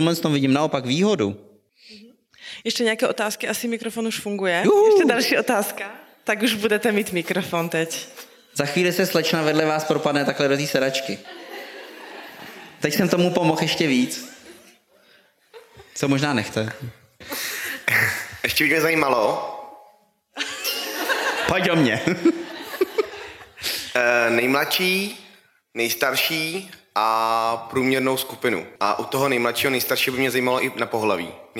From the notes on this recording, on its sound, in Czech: Poslechněte si živý záznam z Podcastové dámské tour z Ústí nad Labem!